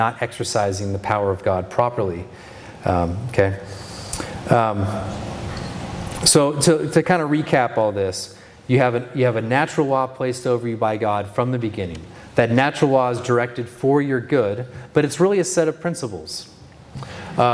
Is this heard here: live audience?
yes